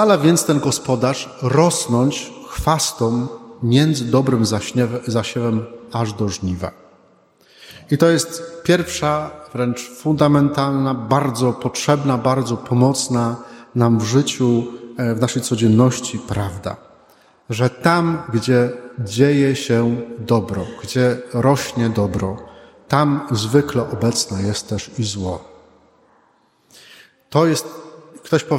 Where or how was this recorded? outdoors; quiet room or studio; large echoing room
large echoing room